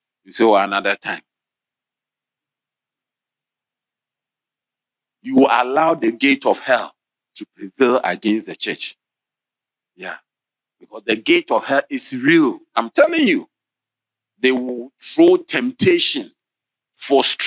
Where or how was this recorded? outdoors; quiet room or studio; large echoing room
large echoing room